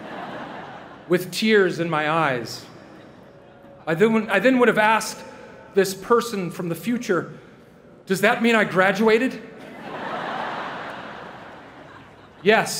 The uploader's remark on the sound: delivered the commencement address to the University of Southern California's graduating class of 2017